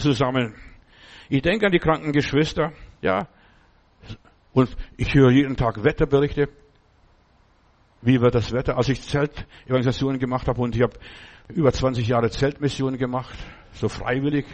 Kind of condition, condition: setting, large echoing room